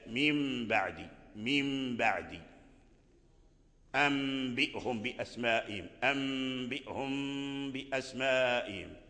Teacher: مع الباء، هذه الغنة ليست في الباء إنما هي في الميم، فلما تكمل الغنة تنطق بالباء · Term: الإخفاء